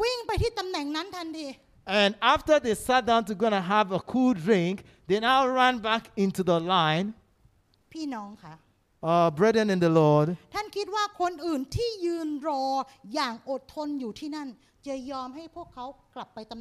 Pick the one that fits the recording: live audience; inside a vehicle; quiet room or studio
live audience